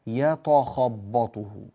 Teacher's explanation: قلب التاء إلى طاء يتخبطه